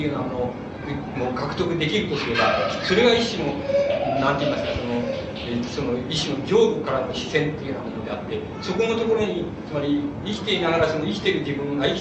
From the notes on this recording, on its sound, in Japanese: 場所：長岡市中央公民館。音源は主催者提供。周辺のノイズが入っているが 比較的クリアに収録されている。質疑応答はオフマイクで録音。